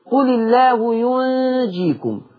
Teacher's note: الكلمة الثانية قل الله ينجيكم الاية اللي بعدها قرأها ورش بتخفيف النون يعني بقت نون ساكنة فلما تبقى نون ساكنة وراها جيم تخفى اخفاء حقيقي